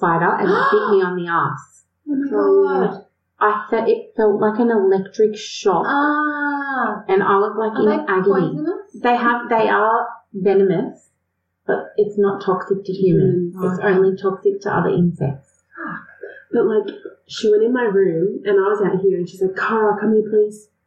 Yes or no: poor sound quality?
yes